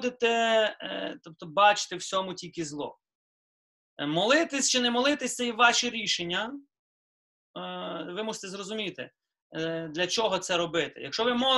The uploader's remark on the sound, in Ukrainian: Zoom зустріч